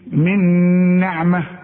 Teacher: كأنها نون واحدة مشددة، شوف من نعمة، ولا بد انك تغنها · Term: ادغام